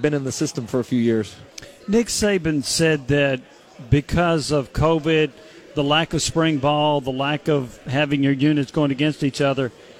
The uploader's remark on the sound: Live from SEC Media Days.